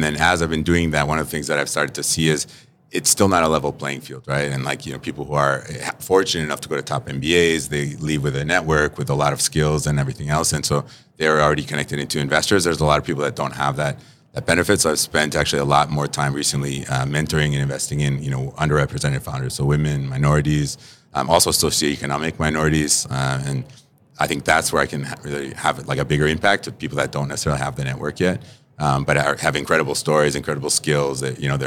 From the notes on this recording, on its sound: We sat down to record this episode live at Money/2020 Las Vegas - the Super Bowl of fintech!